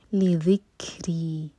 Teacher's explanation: لذکری، ذال ہے، ہماری زبان اوپر والے دانتوں کو ٹچ کرنی چاہیے اور تھوڑی سی ٹپ باہر ہو